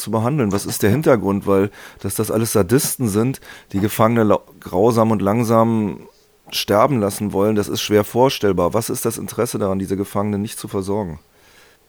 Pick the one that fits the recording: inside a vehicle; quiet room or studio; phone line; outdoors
phone line